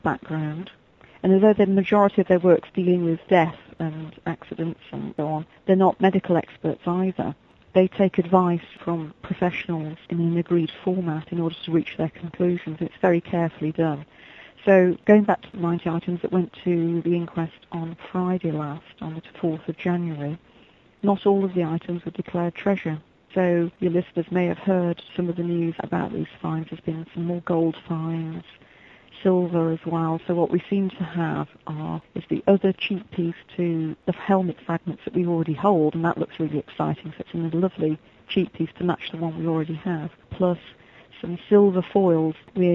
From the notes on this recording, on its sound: chat with us via telephone